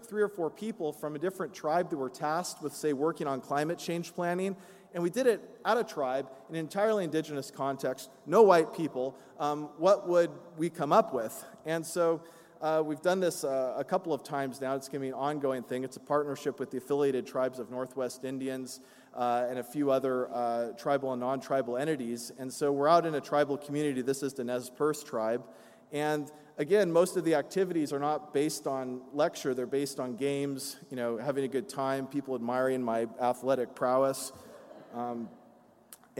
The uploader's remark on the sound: from the 'Environmental Justice 2017' Conference, held at the University of Sydney (6-8 November).